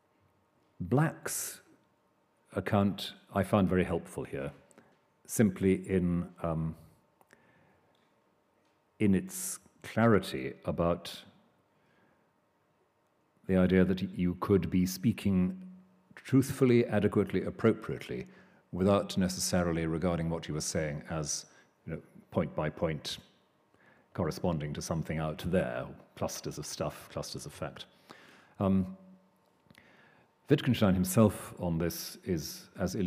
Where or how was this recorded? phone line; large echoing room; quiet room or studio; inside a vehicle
large echoing room